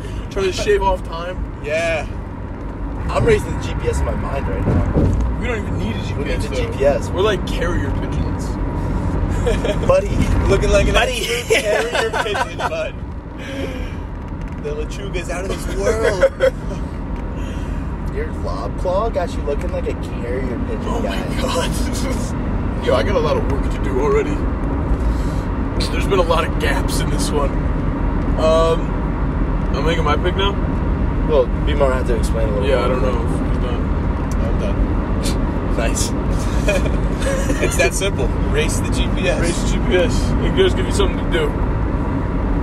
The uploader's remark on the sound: We recorded this in a car with my phone. We're road trippin this episode.